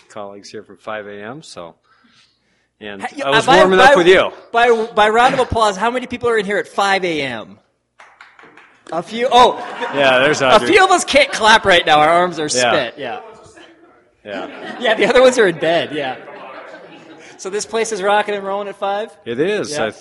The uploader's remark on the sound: Live show. Manic open their doors to a free community workout. What followed was a live podcast that included interviews and audience questions.